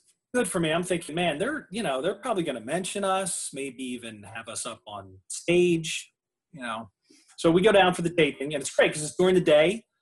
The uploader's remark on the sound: Two stories recorded for a live ZOOM Audience.